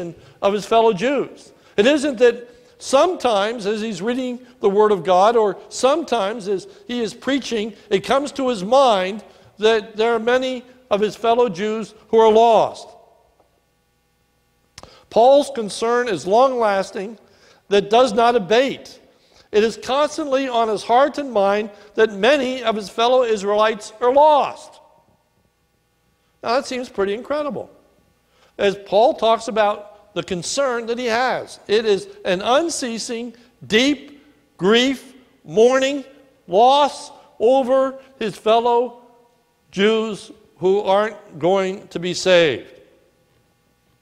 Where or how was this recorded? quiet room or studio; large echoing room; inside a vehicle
large echoing room